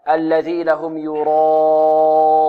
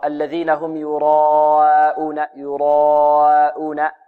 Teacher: مرققة، وهذا خطأ، لا بد أن يفخم الألف مطلقا، يعني ألف ينطق بها في الأربع حركات، طوال الأربع حركات هذه الألف مفخمة إلى أن ينتهي من الألف ويدخل في الهمزة · Shown in: first take